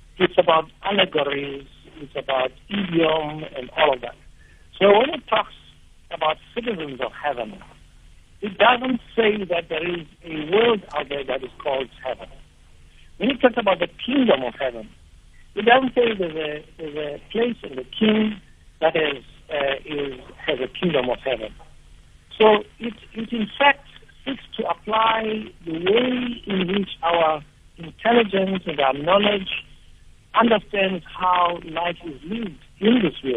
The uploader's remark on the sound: Guest on the phone